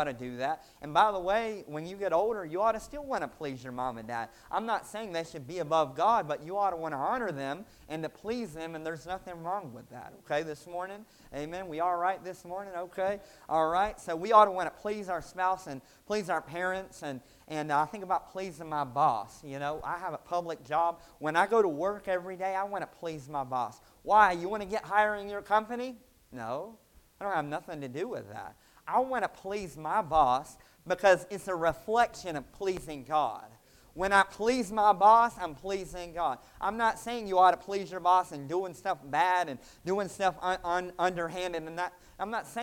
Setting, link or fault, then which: setting, large echoing room